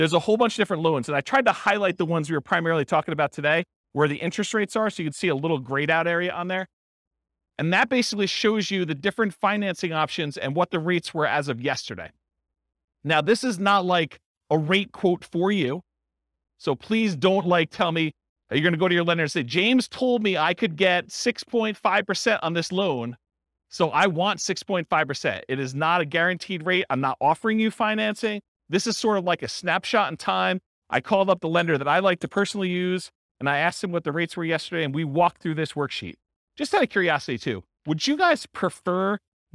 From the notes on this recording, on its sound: This was a live class recorded